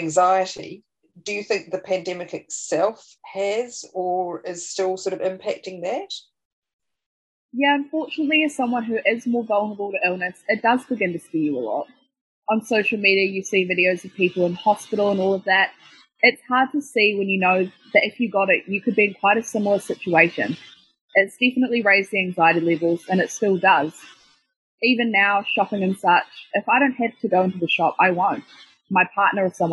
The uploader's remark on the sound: Her story is voiced by a student from the New Zealand Broadcasting School at Ara. This recoding was made over zoom during the current Covid-19 Delta Lockdown.